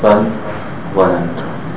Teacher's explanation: When you have the lam followed by the wa in a separate word, then you don't skip over the lam. You don't say bal ظننتم.